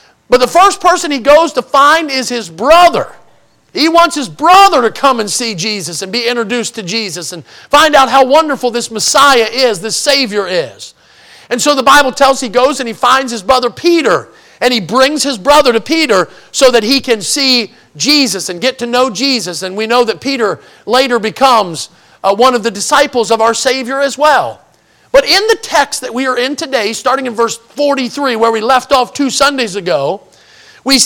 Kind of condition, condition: setting, large echoing room